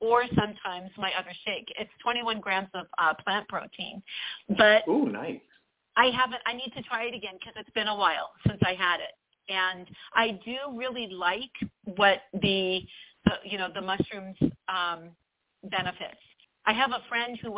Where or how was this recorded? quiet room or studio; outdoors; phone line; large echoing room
phone line